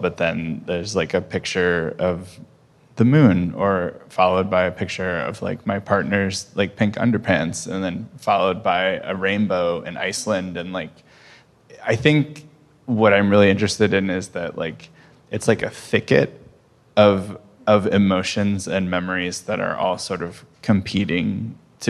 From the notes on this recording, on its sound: Disloyal is back with a live episode! They spoke in front of a live audience at the JMM.